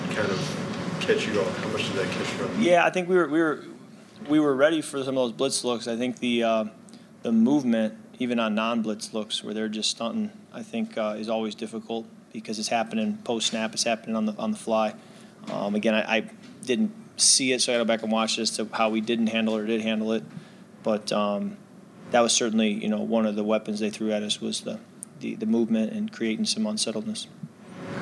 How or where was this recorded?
busy venue